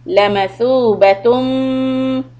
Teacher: for letter tha, tip of the tongue comes out